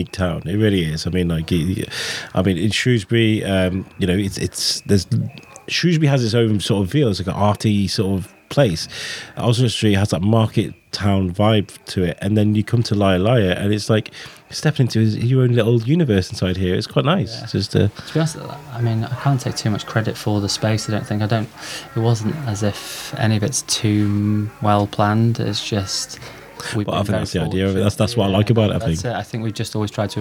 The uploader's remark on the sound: We also speak to the owner of Liar Liar, a stunning cafe at the heart of Oswestry where this podcast was recorded.